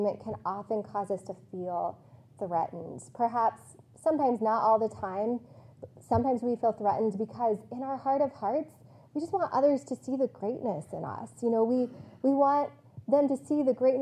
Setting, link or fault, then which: setting, large echoing room